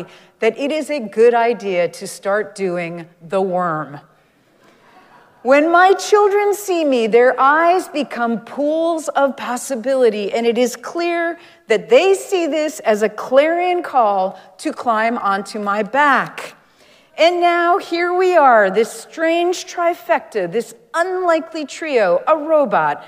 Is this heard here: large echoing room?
yes